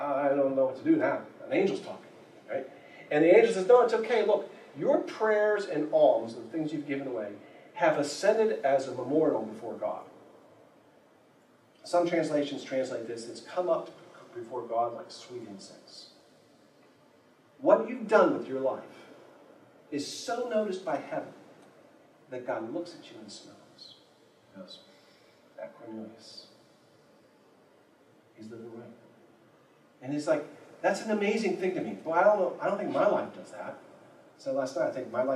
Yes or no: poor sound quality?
yes